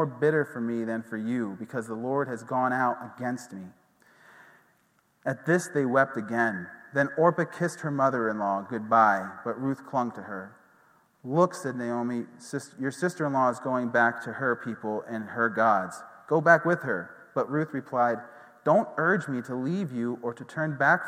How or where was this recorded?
large echoing room